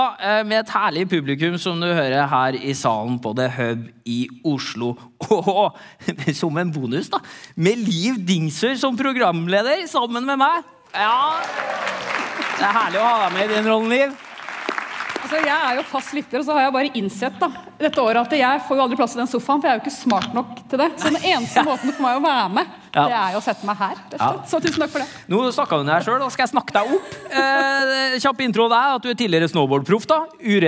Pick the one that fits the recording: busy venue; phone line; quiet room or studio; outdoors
busy venue